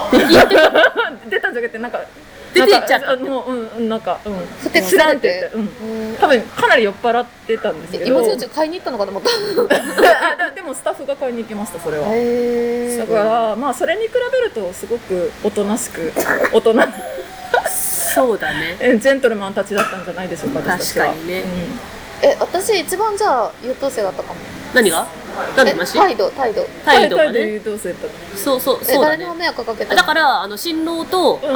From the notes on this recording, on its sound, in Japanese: 結婚式直後に式場収録